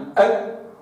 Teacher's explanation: الكاف حرف يخرج من مقدمة أقصى اللسان. قلت في اللقاء السابق بأن أقصى اللسان مخرج فرعي يخرج منه حرفان، القاف من مؤخرته والكاف من مقدمته كما ستشاهدون على هذه الصورة الآن.